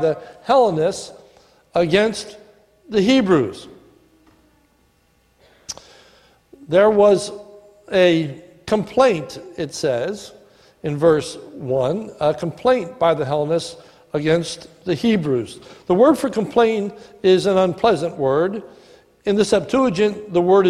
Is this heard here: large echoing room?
yes